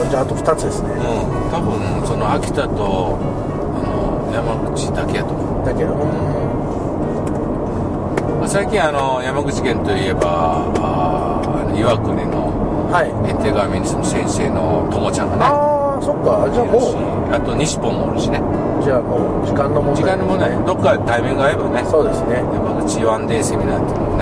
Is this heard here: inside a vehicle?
yes